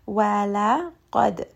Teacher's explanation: دال here is going to have قلقلة. It is part of قطب جد، so give it a little bit of that bounce.